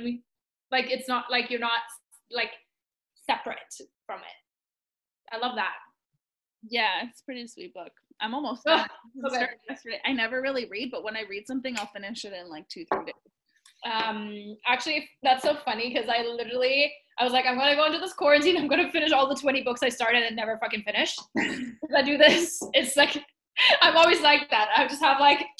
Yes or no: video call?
yes